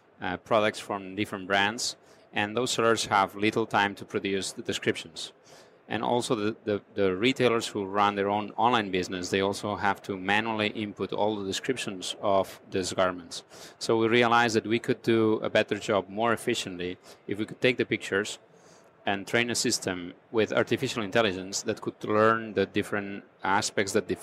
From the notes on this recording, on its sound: on location at NRF Big Show 2018 in New York.